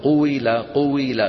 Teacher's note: الثقل منين عم يجي؟ من كسر الواو، من عم تنطق واو مكسورة. قويلة قويلة يعني الواو فيها ضم شفتين والكسرة فيها خفض الفك.